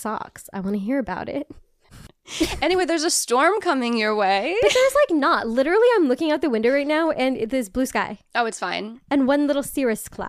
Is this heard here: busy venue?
no